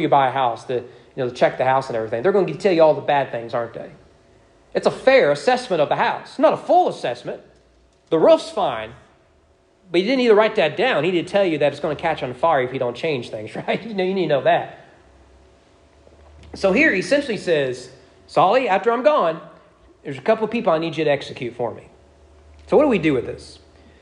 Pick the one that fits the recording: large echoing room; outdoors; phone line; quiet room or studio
large echoing room